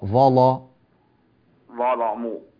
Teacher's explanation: وغلظ اللام جيدا في كلمة ظلموا